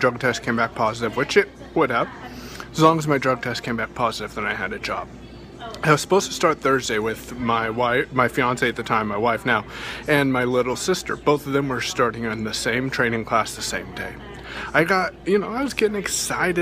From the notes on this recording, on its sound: I recorded this scope while live at Starbucks today